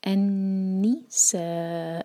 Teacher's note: انی، نون پر شدہ، تو یہاں پر غنہ کریں گے، اور نی کرسپ کسرہ کی آواز آئے. انی سا، سا ہم کھینچیں گے چار حرکہ، اس کے اوپر مد لگا ہے